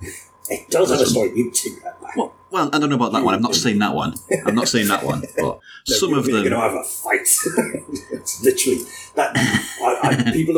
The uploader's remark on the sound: There are issues with the audio on this one. I’ve done everything I can to fix this (the show itself is a 2nd stab at recording), but there’s only so much an editor can do.